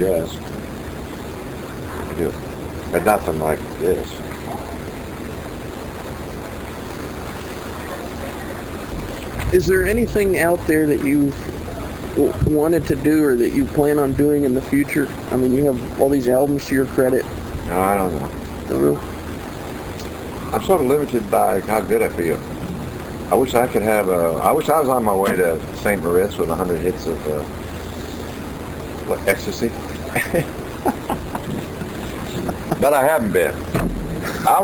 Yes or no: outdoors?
yes